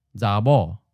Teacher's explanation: your vocal cords just keep vibrating from the preceding vowel to the voiced b and straight into the next vowel